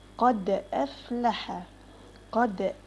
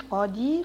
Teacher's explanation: طيب مش احنا اتفقنا القلقلة ما تميلش للكسر، ما اقولش قادي افلح قادي يبقى انا كسرت الدال، هي الدال عندك هنا ساكنة مقلقلة، يعني اضطراب في المخرج بعد الشدة بتاعتي او الحبس اللي انا بعمله · Shown in: first take